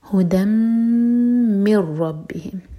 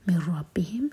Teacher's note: من ر ادغام بغیر غنہ کے، اور رو کو ہیوی پڑھیں گے